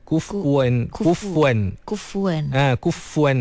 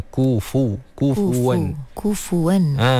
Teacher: Tapi sepatutnya fa tu di dhammah kan. · Shown in: second take